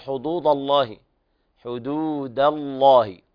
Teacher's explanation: يلاحظ هنا عدم تغليظ الدال حتى لا تتحول إلى ضاد